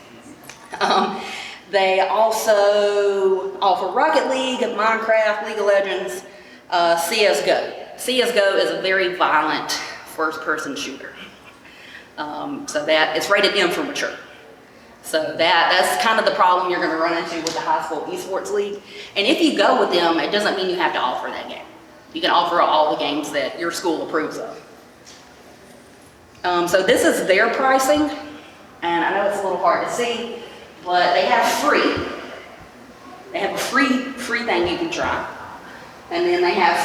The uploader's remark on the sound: In this episode, I and two of my dissertation committee members present a introduction esports presentation at the 2022 GaETC Conference in Atlanta, GA.